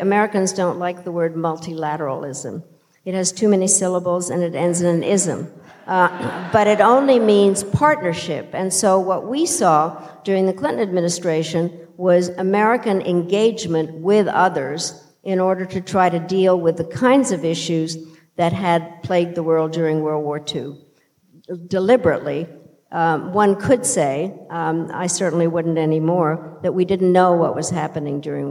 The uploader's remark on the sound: In a conversation on stage at Sixth & I